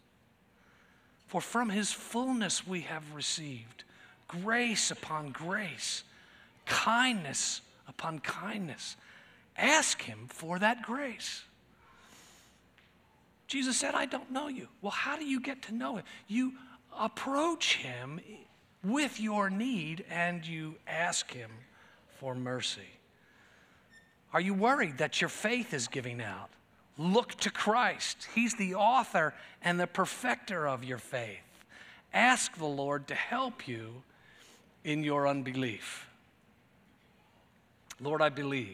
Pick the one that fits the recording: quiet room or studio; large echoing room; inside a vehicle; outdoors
large echoing room